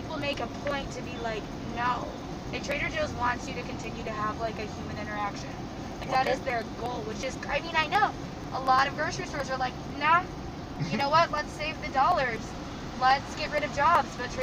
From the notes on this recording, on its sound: No Longer Apart is recorded in a Model S Tesla rideshare in NYC. No one expects the worlds only Tesla mobile podcast studio to show up as their Uber or Lyft. Each live audio recording is then paired with 4K driving footage from a camera mounted on the car.